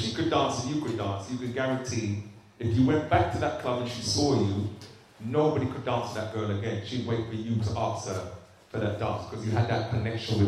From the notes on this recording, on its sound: This interview was recorded at the Brent 2020 Bass Rewind event in November 2019